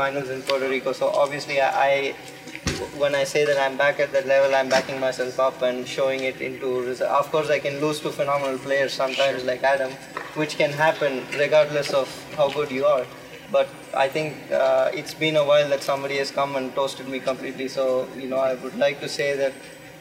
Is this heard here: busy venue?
yes